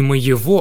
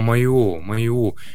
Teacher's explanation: Еще одна особенность на юге — это окончание «ого» со звуком «у». · Shown in: second take · У прилагательных и местоимений в родительном падеже единственного числа мужского и среднего рода.